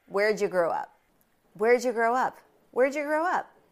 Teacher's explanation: Where did you grow up? So did you becomes ja, ja.